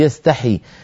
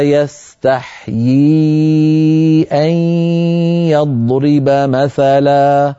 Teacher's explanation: لا، الصواب لا يستحيي أن يضرب مثلا، لا يستحيي، يعني ياء مكسورة بعدها ياء ساكنة مدية · Shown in: second take